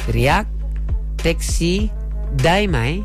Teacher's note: Tapi sebut tu kena ada lentuk sikit lah, bunyi sengau sikit.